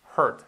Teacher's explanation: Fijaos que la U, el sonido U, queda poquito. Hurt. Realmente cuando tenemos una U y una R, el sonido de la R es tan fuerte que el sonido vocal se nos lo lleva, prácticamente.